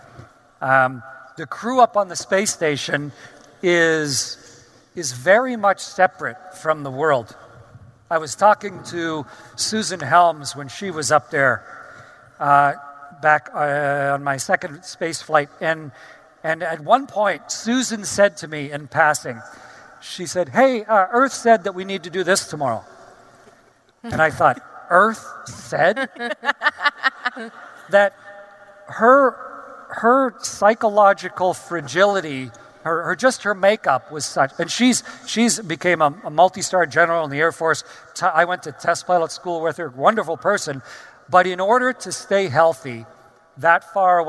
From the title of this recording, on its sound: StarTalk Live! from Future Con